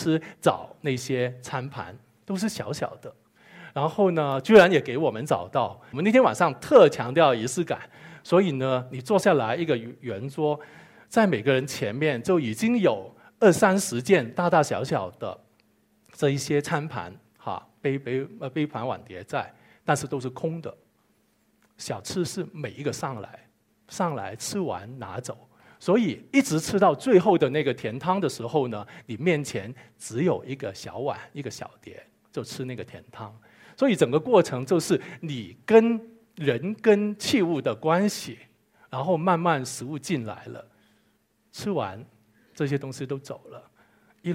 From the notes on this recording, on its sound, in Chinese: 一席现场